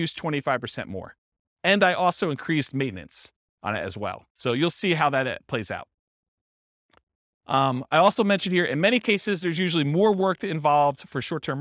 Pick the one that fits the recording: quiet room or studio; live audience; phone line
live audience